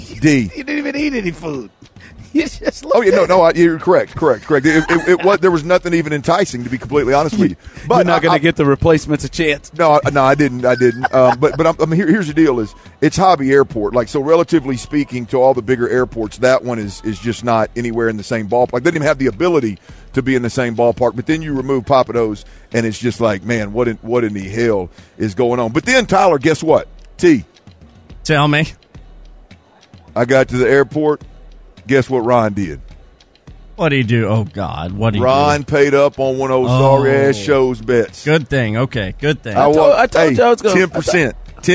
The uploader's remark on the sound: THE DRIVE is LIVE for a full week at Radio Row in Vegas!